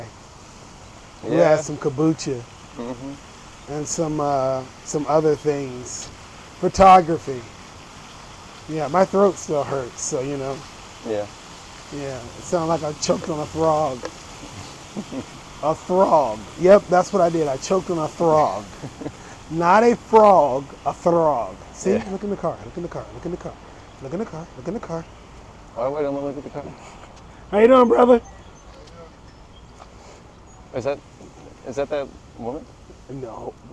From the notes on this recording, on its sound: In this episode, I do a walk and talk